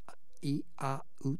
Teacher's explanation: 一番前の方のイ、それから一番奥の方のウ、が一番大きく開けたあ · Term: 三母音